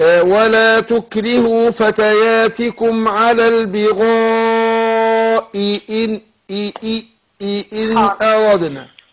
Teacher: خدي بالك في همزتين ورا بعض مكسورتين، أنا أحققهم